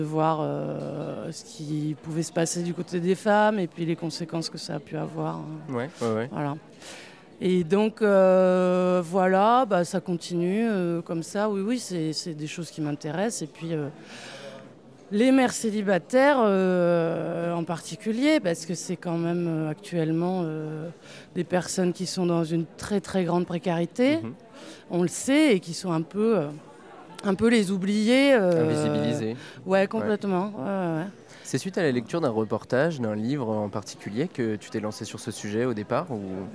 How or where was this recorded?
busy venue